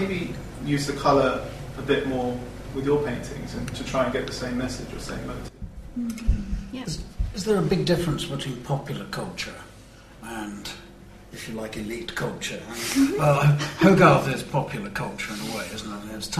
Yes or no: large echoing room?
yes